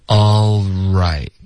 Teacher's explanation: Show me.嗯哼。好，第三句连读，紧跟着。Ross 就说，他就说，All right,好吧，行了，行，没事儿，对，所以这个 All right,这个大家要注意的是，我们的开头 All,很多的学生喜欢动嘴唇，可是其实不用，我们就顶舌尖 All, OK,然后不要动嘴唇，OK,这个非常重要，这个点，很多的学生都会不知不觉发成一个凹的音了，OK,其实英文不存在凹这个音，而是凹舌尖顶上颚就会导致这个 right,你到 R 的音 right 才需要嘟嘴，然后卷舌 · 这个 L 的音会持续到 r 出现